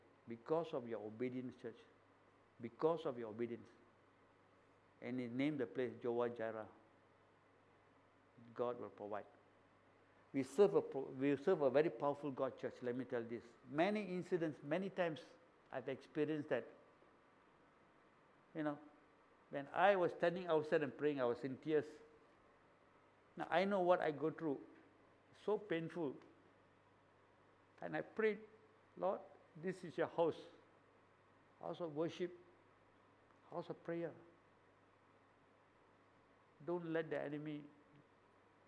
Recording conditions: large echoing room